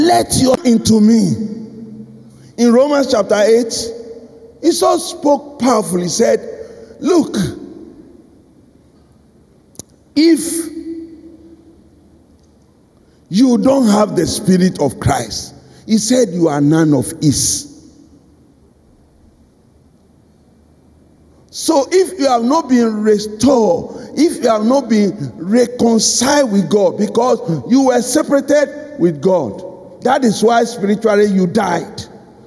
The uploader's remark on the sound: Sermon preached at CBC Shiashie Campus